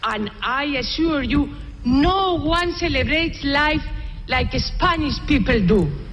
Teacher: la entonación está afectando, es decir, es muy exagerada y muy antinatural, por completo alejada de lo que es el inglés, pero también la pronunciación, ¿no?